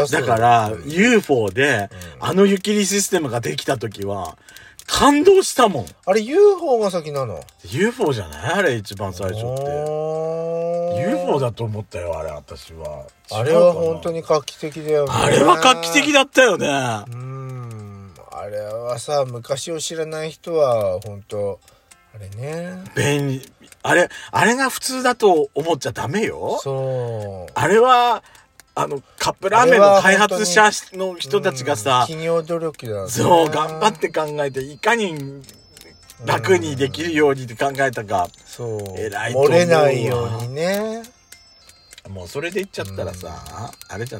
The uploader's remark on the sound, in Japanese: 2人組。パーキング収録。